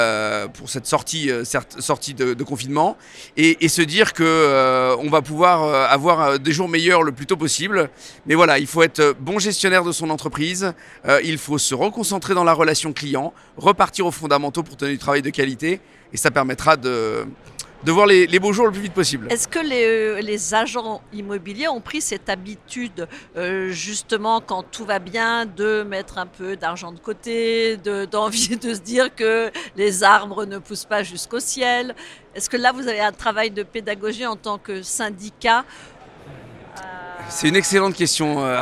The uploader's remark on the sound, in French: Cet épisolde a été enregistré en live du Salon RENT.